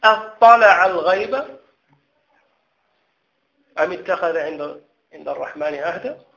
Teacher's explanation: لكن نحذف همزة الوصل ونبقي همزة الاستفهام، نقول اطلع الغيب أم اتخذ عند الرحمن عهدا.